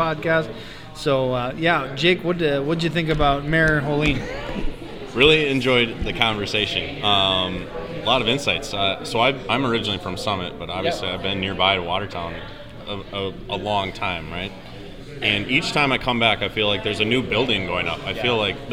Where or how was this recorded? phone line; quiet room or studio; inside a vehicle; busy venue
busy venue